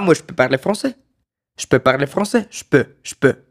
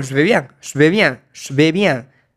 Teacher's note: la E se pierde en je y esta se vuelve como sh. Entonces rápido digo, ah, moi je peux parler français. · Term: se vuelve esa sh